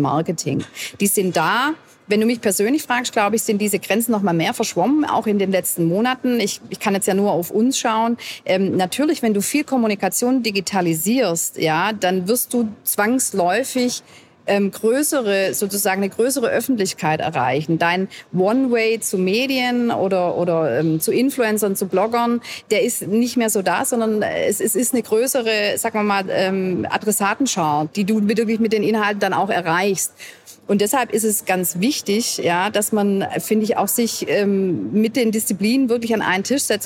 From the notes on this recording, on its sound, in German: KKongress-Special 2020. Live vom KKongress.